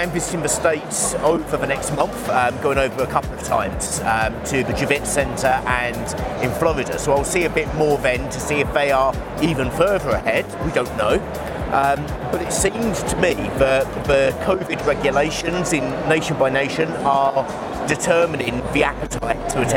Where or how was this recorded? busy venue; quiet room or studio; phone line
busy venue